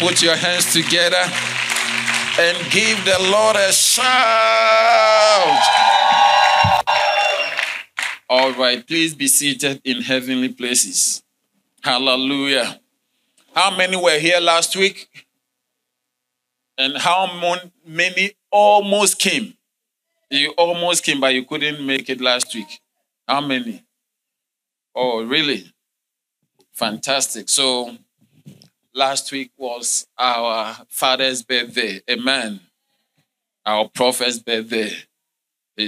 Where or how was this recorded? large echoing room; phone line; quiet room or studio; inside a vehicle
large echoing room